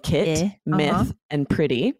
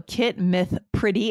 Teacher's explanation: It's the I, we're bringing back our lips.